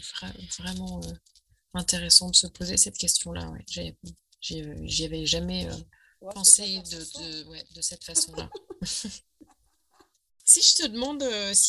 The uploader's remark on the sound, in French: La qualité de l'enregistrement n'est pas optimale, mais le contenu est là, désolée pour les oreilles sensibles, c'était mon premier enregistrement.